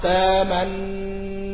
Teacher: وأدغم النون الأولى في النون الثانية من تأمنا على يوسف إدغاما تاما، أي من غير روم أو إشمام · Term: الإدغام المحض